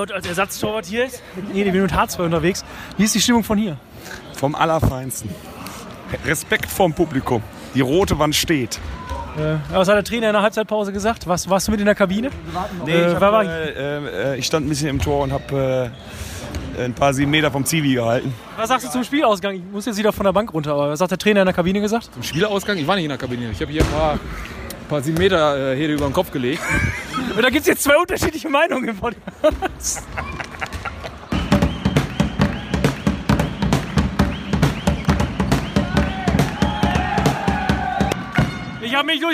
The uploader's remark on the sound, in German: Live in der Sporthalle bei den letzten Saisonheimspielen der Damen- und Herrenteams. Sagenhafte Stimmung, emotionale Abschiede und Party ohne Ende.